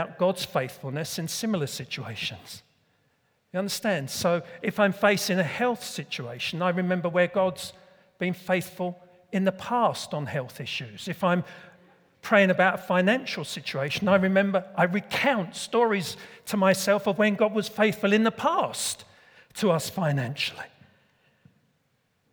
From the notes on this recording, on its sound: Recorded at Middlesbrough Community Church.